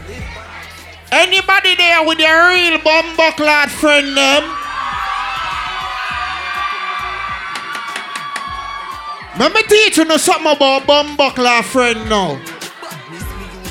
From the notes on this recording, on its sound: Pre Party of Purge Anarchy Live From Inside Sit And Sip!